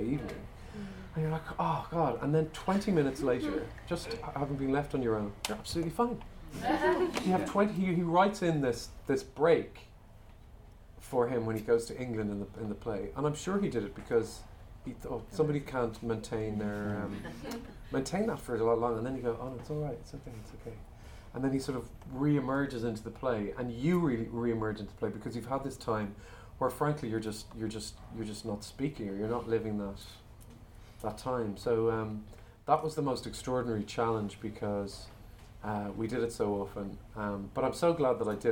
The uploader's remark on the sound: Recorded back in 2019 at a special Irish Film London event. In conversation with some lucky young actors.